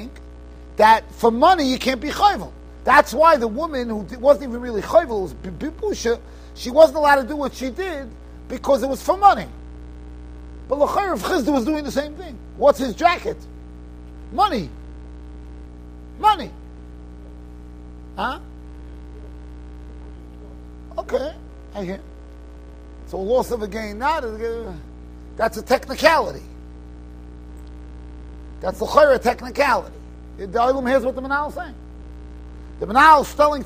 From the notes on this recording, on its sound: Shiur recorded in Yeshivas Ohr Reuven, Monsey, NY.